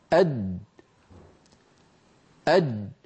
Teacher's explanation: لما يقول الواحد منا أد أد، جيم غير مقلقلة، أد أد، هل لاحظتم كيف أن الصوت قد انقفل تماما عند وسط اللسان وانتهت الأسهم التي عبرنا عنها بجريان الصوت من الوترين الصوتيين إلى مخرج الجيم وقد انقفل المخرج تماما؟